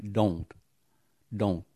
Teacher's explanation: Đó là âm thở giữa, âm tờ, thờ này mà ở cuối từ thì có xu hướng là phát âm rất nhẹ. Nếu âm thở đứng sau N như trong từ don't, người Mỹ có thể nuốt âm tờ.